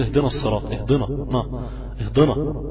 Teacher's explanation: عشان انت بتستعد للصوت بتاعت الصراط، فبتقوم مفخم النون